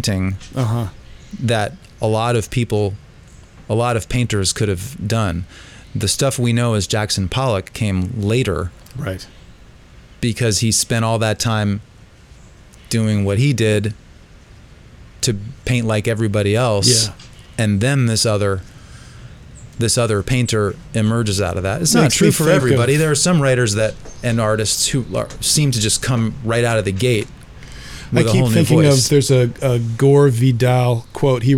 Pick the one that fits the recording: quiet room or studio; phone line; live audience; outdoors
outdoors